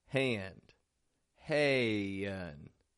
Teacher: We've got a wide A, ah, it's followed by a nasal sound, n. We make that little transition. · Term: American twang